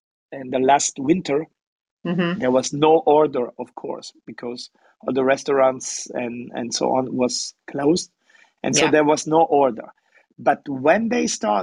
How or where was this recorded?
video call